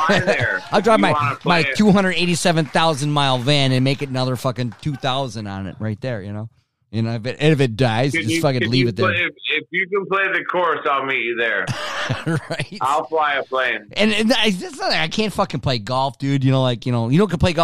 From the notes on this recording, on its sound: Seat #2 virtually. Cricket phone connections.